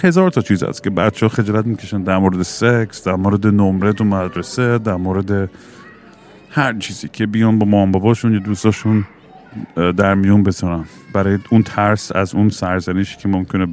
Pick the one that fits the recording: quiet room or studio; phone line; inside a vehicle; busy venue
busy venue